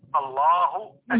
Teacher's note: ما في حرف الواو وإنما ها بعدها همزة